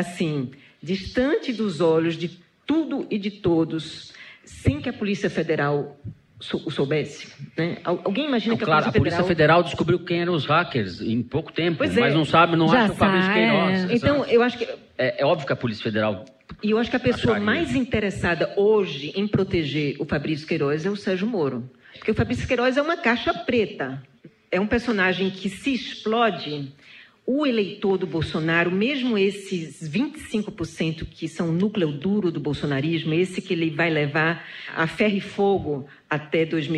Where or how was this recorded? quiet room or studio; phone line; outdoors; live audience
live audience